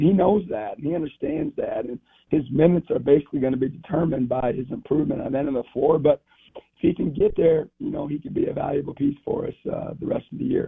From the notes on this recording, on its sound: Joins the show on the Farm Bureau guest line talking about the team at this point in the season live in the BankPlus Studio.